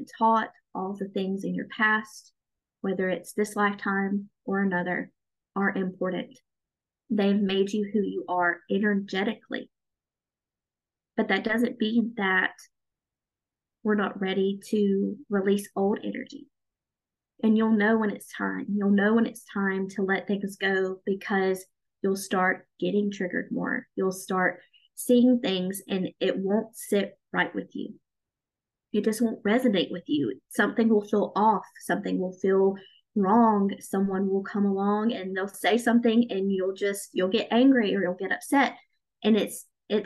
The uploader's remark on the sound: I wanted to share the live call that we did in the Chasing Spirituality Community this month. Each month, we have a live zoom call in the community.